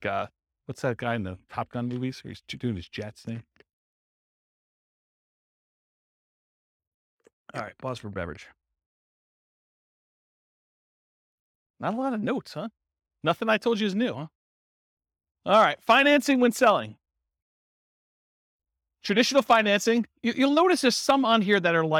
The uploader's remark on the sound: This was a live class recorded